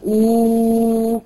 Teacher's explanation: اثناء النطق بالواو الماديه بيرتفع اقصى اللسان لا ارادي